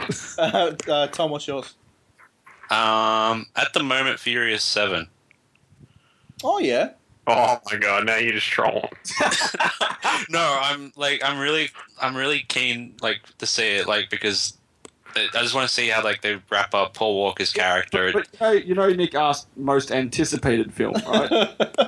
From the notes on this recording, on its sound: Apologies for the futuristic sounding voices of the crew, we had some feedback coming through